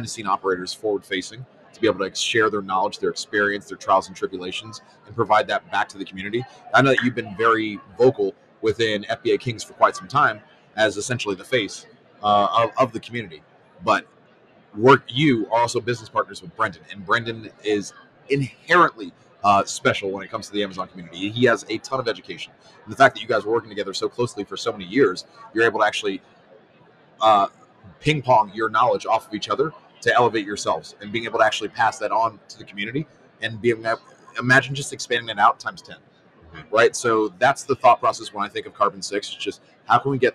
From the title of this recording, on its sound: Live at Prosper 2022